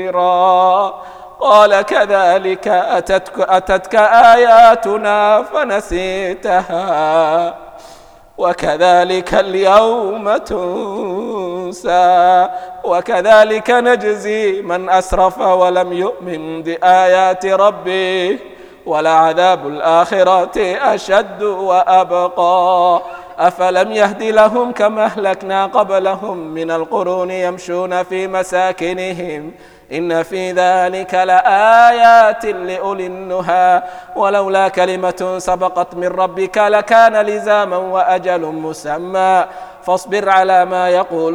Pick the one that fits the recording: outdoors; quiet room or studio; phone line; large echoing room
large echoing room